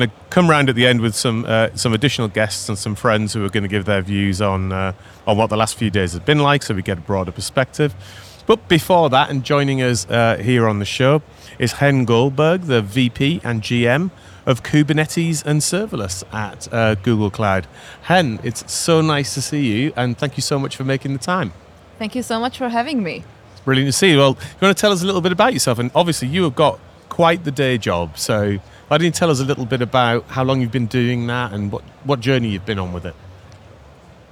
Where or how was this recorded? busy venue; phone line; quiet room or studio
busy venue